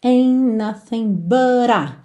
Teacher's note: Você não ouve o T de ain't, ok?